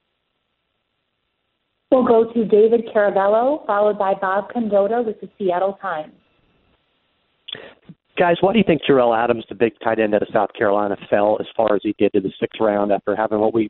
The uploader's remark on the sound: Post-NFL Draft Conference Call.